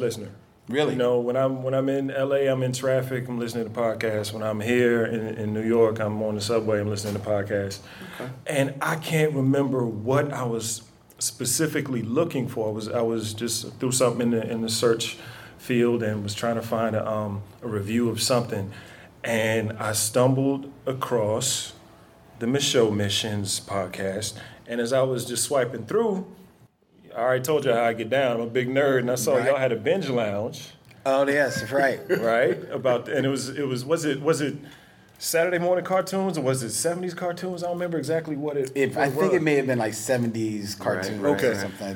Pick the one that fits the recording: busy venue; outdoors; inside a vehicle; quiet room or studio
busy venue